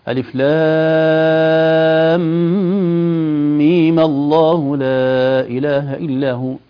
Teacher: لأننا لو وصلنا لن يكون هناك سكون في آخر كلمة ميم وهو سبب المد، فسيكون لنا في الوصل حالتان ألف لام ميم الله لا ميم الله لا إله إلا هو، سنتنازل عن المد الزائد في كلمة ميم ونمدها المد الطبيعي فقط